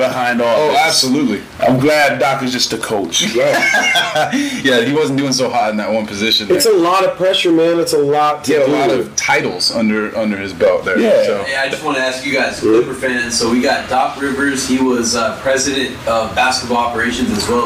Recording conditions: poor sound quality